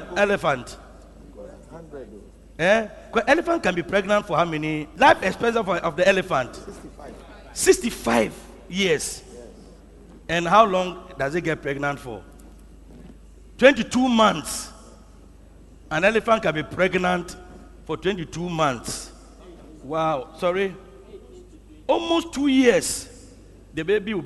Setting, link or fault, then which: setting, large echoing room